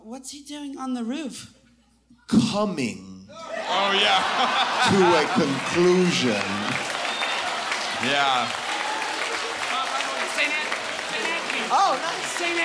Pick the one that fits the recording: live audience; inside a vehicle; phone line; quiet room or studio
live audience